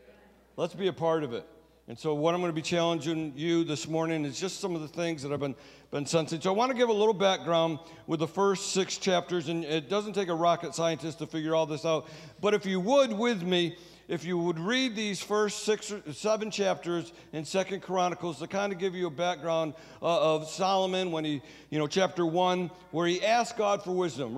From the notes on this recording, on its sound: Sunday Service Recording